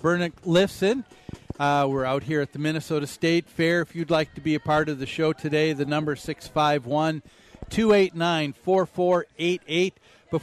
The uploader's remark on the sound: Live from the MN State Fair